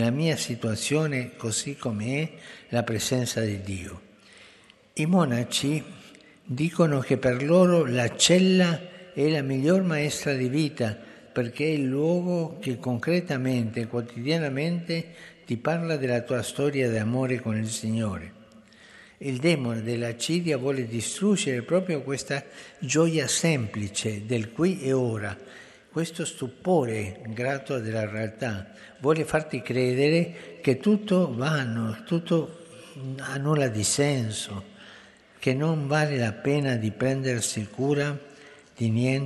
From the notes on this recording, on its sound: FROM THE PAULVI HALL